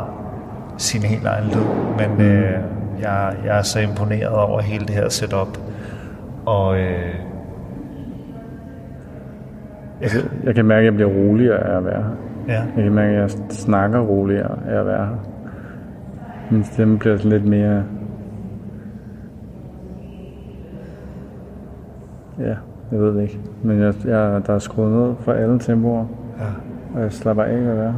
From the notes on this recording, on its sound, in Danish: Vi tog på Thorvaldsens Museum hvor der udfoldede sig noget helt specielt. Vi gik ind i museets store haller uden at vide hvad vi gik ind til. Vi blev hurtigt overvældet af museets overdådige store rum hvor enhver lyd gav ekko i en næsten himmelsk klang. De store rum hvor der var højt til loftet, befolket af de utallige gigantiske statuer.